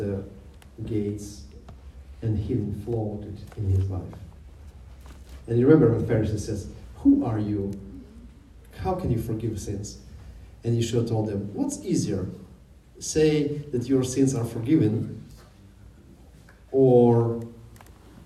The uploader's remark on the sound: Videos recorded live at Jewish Messianic Congregation of Jacksonville.